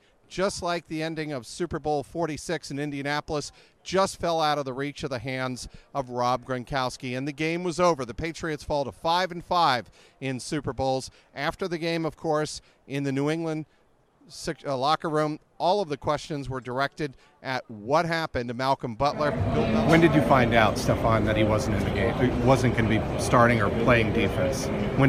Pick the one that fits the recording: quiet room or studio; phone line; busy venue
busy venue